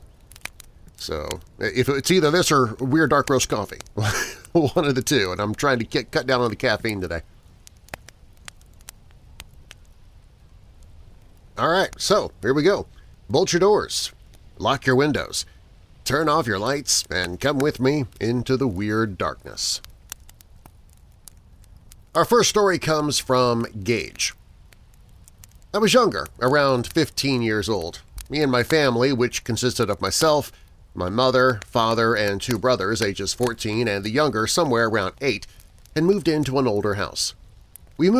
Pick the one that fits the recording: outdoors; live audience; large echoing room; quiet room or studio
outdoors